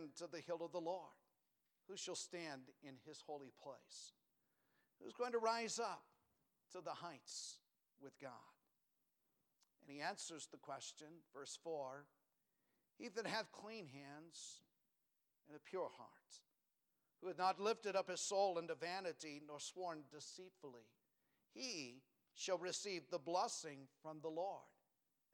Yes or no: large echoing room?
yes